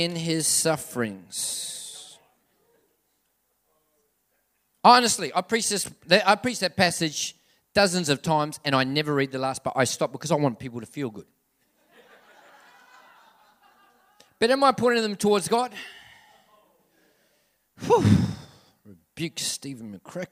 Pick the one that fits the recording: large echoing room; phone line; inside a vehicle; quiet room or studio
large echoing room